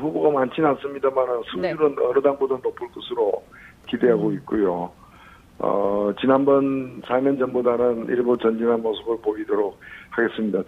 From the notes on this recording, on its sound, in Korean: 전화연결.